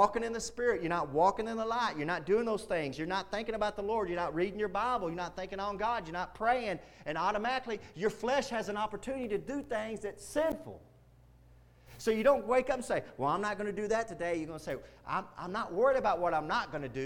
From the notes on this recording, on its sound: Preached Wednesday Night at Indian Gap Baptist Church.